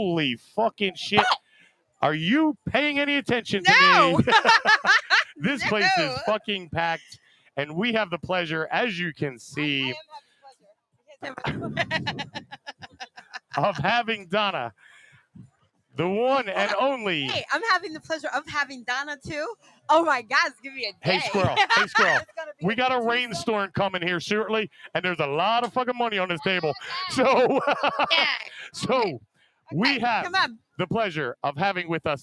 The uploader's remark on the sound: LIVE from the TPA pool